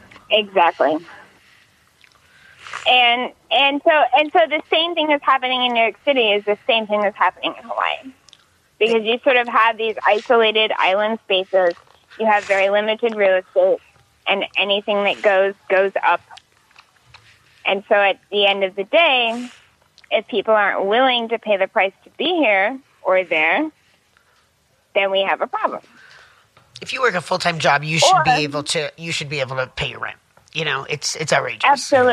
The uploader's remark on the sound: Called.